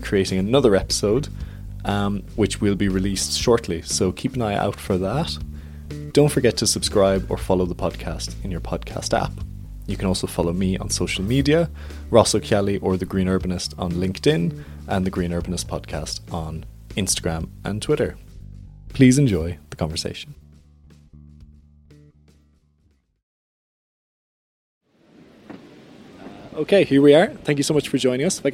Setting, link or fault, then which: setting, outdoors